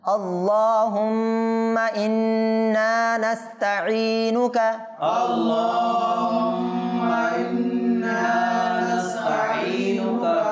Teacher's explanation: মিমে মুশাদ্দাদ নুনে মুশাদ্দাদ, এবং নুনটাকে টানতেও হবে